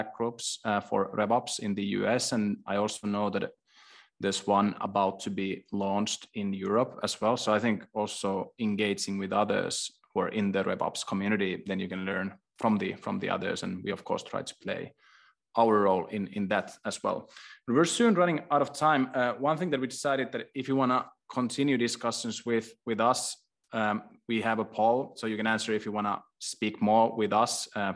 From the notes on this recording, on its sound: This episode is a recording of a webinar hosted by HubSpot and Vainu on 1 December 2022. This episode is a recording of a webinar hosted by HubSpot and Vainu on 1 December 2022.